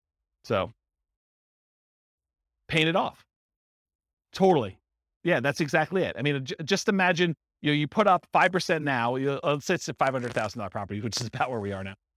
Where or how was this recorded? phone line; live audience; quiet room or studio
live audience